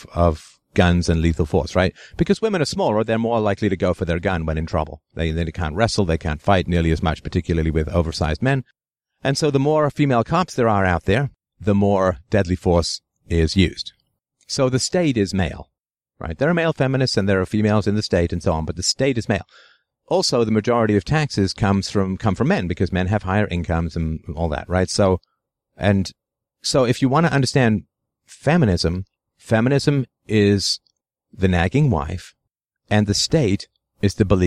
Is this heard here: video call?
no